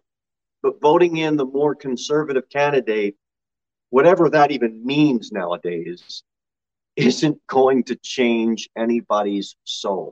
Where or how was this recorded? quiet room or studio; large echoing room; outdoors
large echoing room